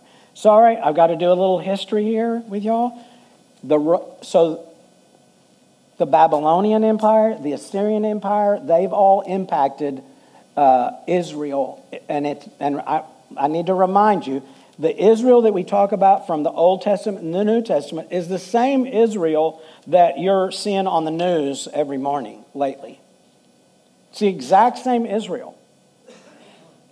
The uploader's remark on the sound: Full Sunday Service.